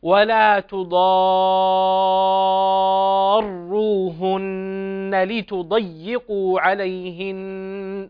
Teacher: المد اللازم الكلمي المثقل الذي يمد بمقدار 6 حركات عند كل القراء. ولا تضاروهن لتضيقوا عليهن، نمده بمقدار 6 حركات.